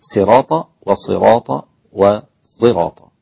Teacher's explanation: صاد مكسورة بتكون في أدنى مراتب التفخيم لكن لا تصل إلى السين أبدا · Term: بالصاد الخالصة